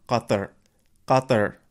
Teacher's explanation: they say it with a really back K sound